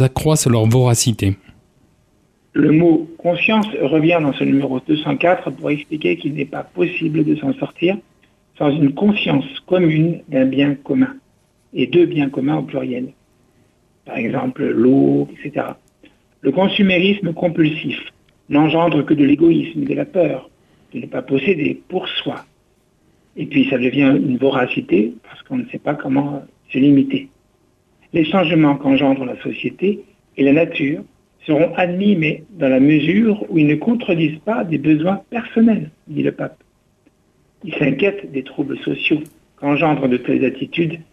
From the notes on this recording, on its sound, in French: Invité par téléphone.